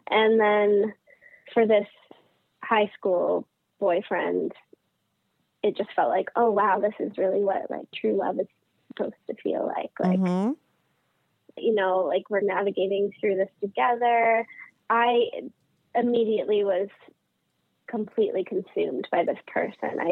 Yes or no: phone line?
yes